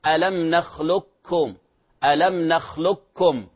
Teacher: أدغمت إدغاما كاملا بغير غنة